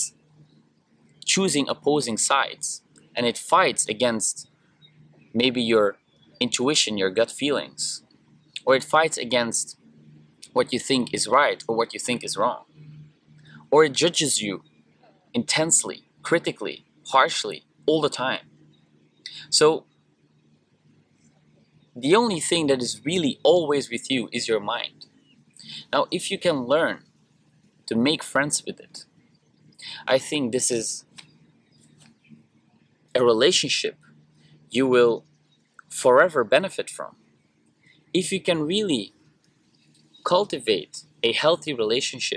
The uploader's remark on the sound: Sorry again for the audio in this one, but there were just way too many ugly machine noises in the background, so I decided to add a few filters in post production to make it less disturbing. Unfortunately this really brings down the overall quality of the audio.